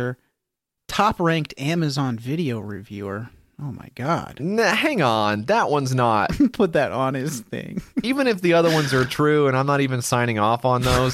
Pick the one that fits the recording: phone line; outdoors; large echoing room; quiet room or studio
quiet room or studio